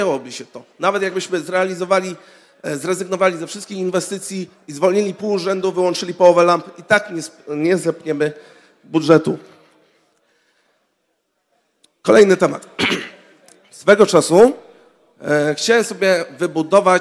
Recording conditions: live audience